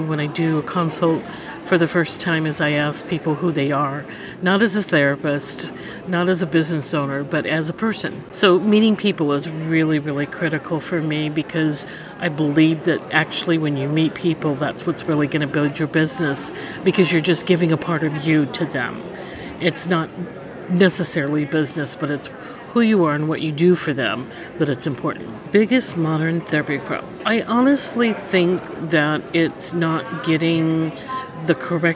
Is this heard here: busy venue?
yes